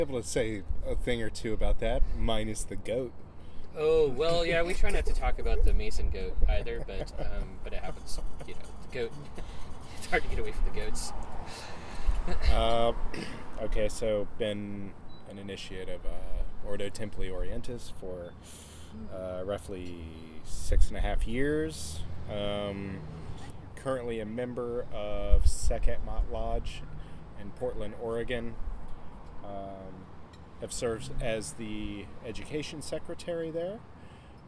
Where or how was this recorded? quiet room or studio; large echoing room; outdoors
outdoors